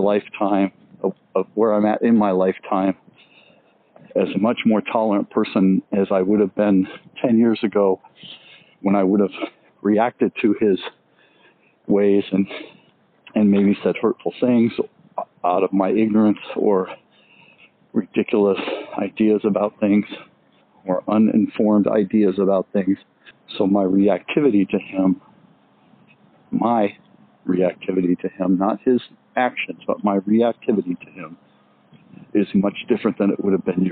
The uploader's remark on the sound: Let's take a walk and talk